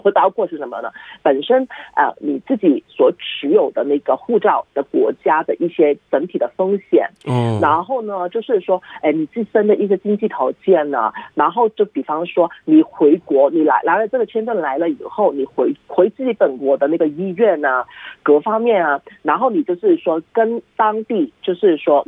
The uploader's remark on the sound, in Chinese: 回放热线录音